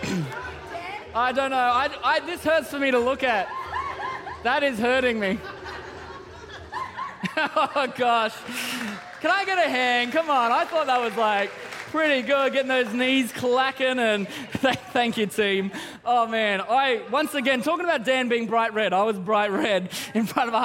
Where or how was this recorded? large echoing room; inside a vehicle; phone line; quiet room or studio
large echoing room